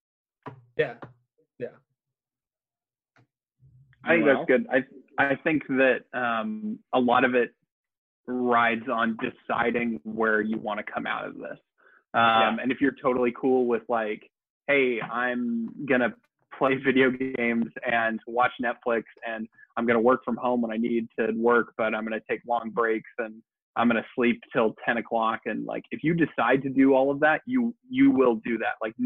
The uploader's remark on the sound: sit down (on ZOOM)